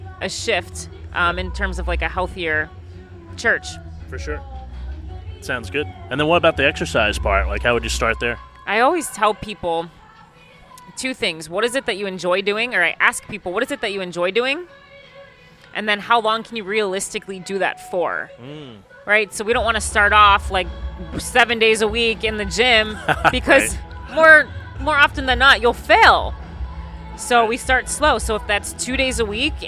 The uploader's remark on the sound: On Location at Becoming Fire: The Vocation Office's Outdoor Festival.